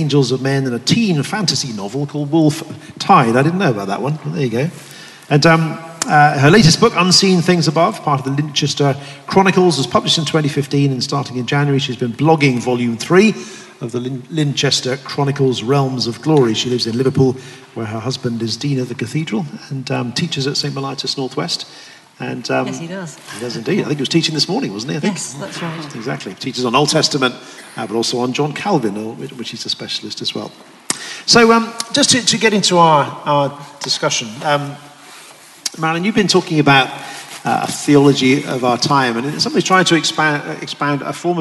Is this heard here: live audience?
yes